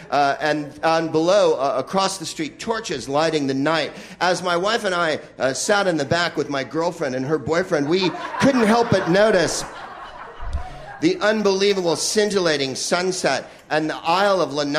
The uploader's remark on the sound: Live from the Maui Comedy Festival